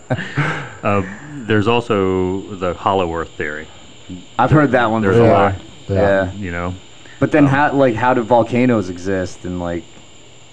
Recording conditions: sounds in the background